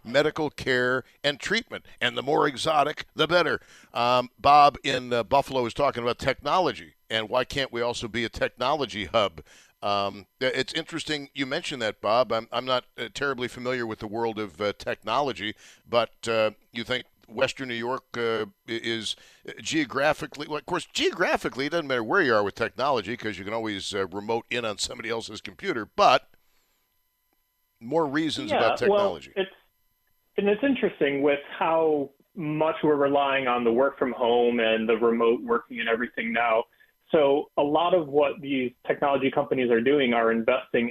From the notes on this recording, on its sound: takes your phone calls